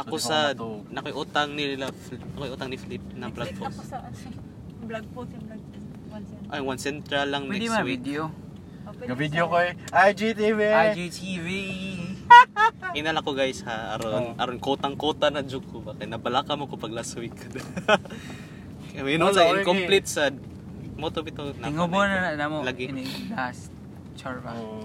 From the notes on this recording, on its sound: Another carcast. No edits, just some raw conversations and topic switches.